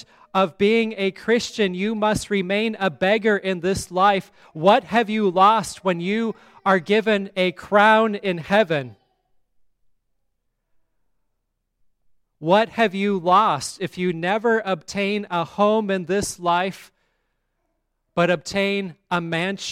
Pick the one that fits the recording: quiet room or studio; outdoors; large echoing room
large echoing room